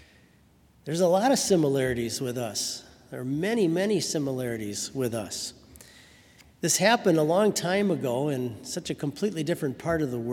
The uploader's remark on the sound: Sermon from BLC Chapel